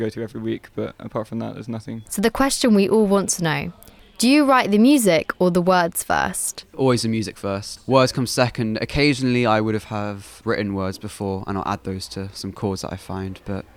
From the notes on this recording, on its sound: recorded at The Portland Arms